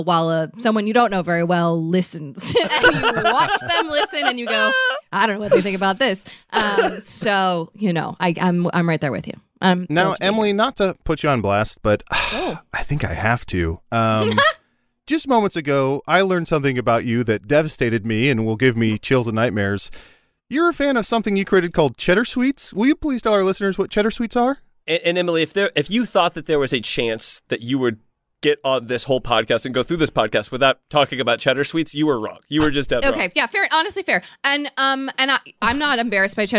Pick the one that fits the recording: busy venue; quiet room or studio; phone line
quiet room or studio